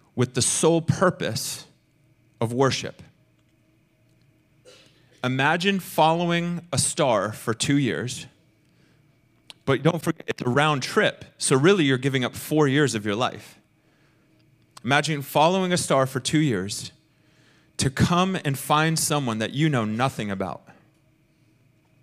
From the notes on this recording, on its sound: Recorded sunday evening service at Reunion Hawaii